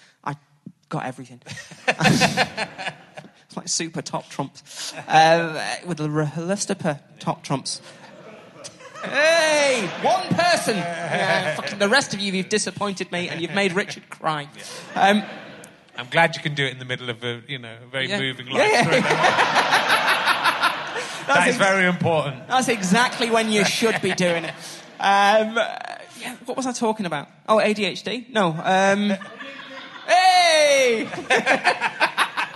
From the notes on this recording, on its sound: back at the Manchester Podcast Festival